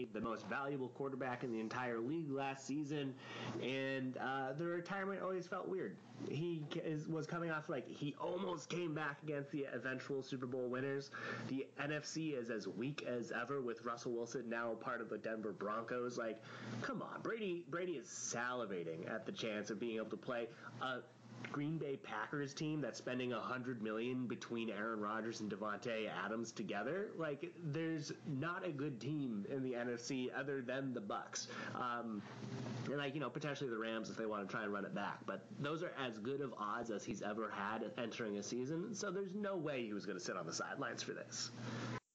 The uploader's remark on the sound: Audio is quieter on this podcast, as a heads up!